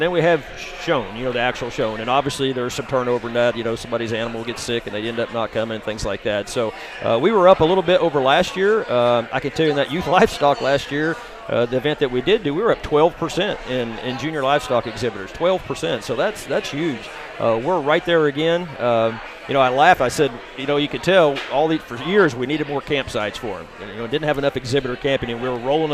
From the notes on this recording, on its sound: reports live from the Missouri State Fair in Sedalia, MO!